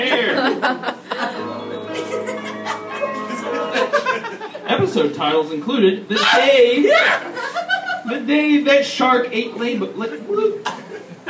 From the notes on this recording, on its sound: Sound effects, transition music and other comedic/editorial sound choices are developed and triggered during the performance. We perform the whole thing (comedians, actors, improvisers and me) for a live audience.